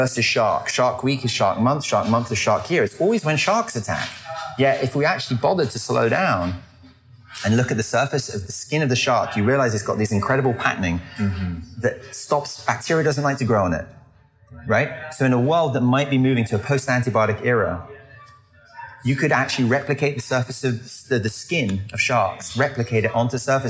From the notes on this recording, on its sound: Short interviews recorded live from the Festival.